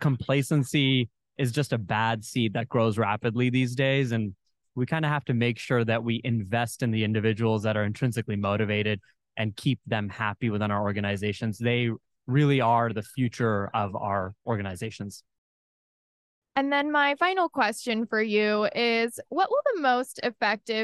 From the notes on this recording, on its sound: This episode recorded live at the 2023 Becker’s Healthcare Business & Operations of ASCs and The Future of Dentistry Roundtable in Chicago.